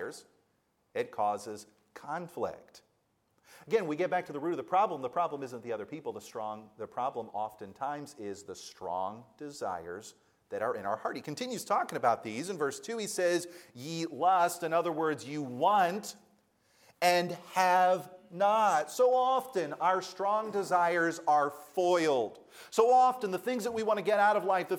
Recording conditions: large echoing room